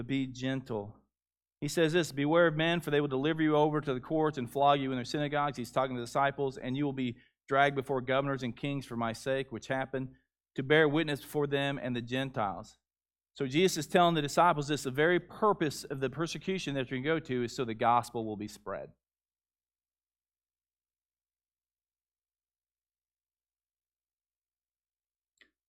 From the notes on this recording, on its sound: Gathering Baptist Church. Noland Road. The audio of the service from March 7, 2021.